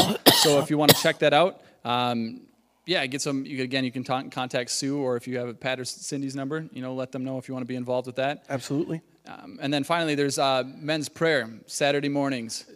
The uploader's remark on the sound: Recorded on May 31st, 2020 at Word of Life Church in Le Sueur, MN. WHOLE SERVICE AUDIO.